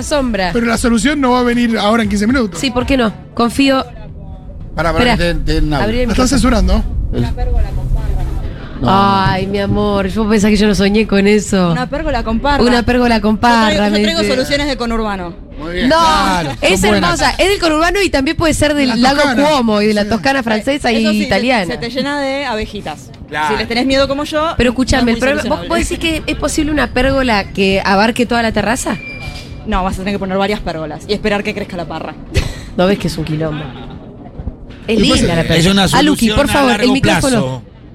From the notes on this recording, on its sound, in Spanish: en vivo en Yunta Bar